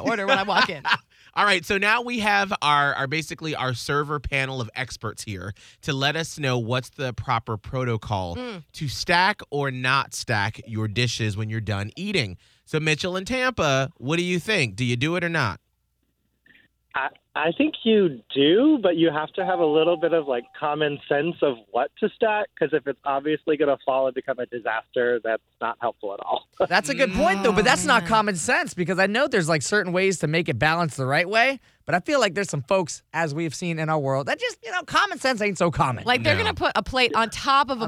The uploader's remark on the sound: We got 3 servers on the phone.